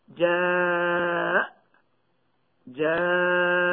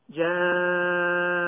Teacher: ثانيا، المد العارض للسكون للمد المتصل إذا كان منصوبا فيه ثلاثة أوجه لحفص بالإسكان المجرد مع المد بمقدار أربع حركات أو خمس حركات أو ست حركات، مثل: فلما جاء نقول جاء جاء، ونشبع هكذا جاء. · Term: المد المتصل